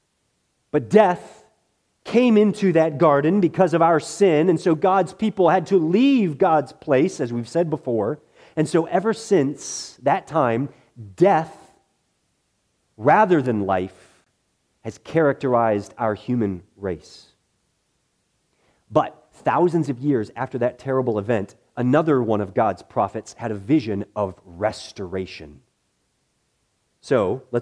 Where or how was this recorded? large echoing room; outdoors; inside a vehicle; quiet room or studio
large echoing room